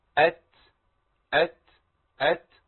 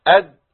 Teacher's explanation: الفرق بين الدال والتاء هو ايه جريان النفس التاء بيمشي فيها نفس والدال ما فيهاش نفس خالص